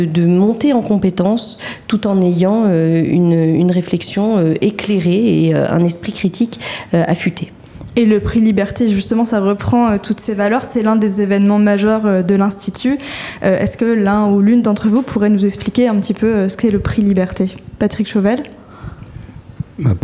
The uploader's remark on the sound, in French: La Méridienne en direct du Prix Liberté.